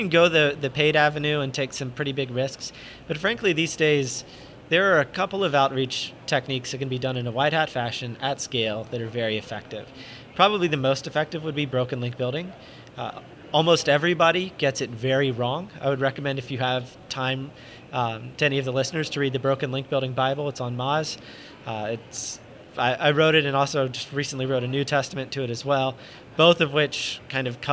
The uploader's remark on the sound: In this podcast recorded at Pubcon Las Vegas 2014